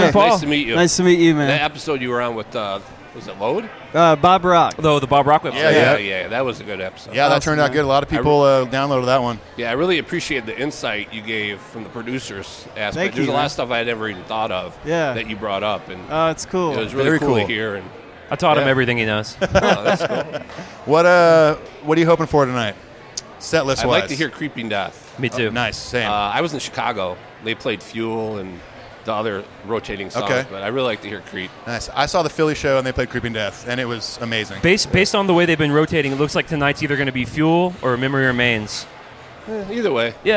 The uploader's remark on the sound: The kind people at Hockeytown Cafe let us set up, record an episode. Live From Detroit.